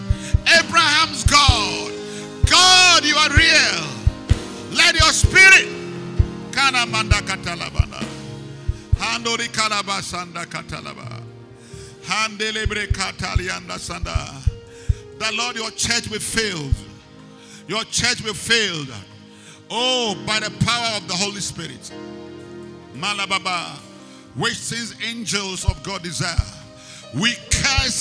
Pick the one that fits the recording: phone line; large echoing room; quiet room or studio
large echoing room